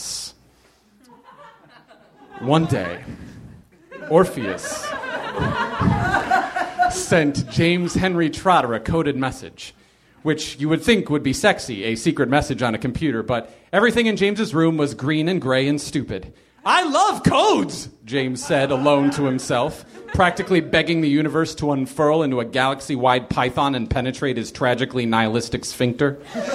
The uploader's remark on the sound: Live from the Nerdmelt Theater in LA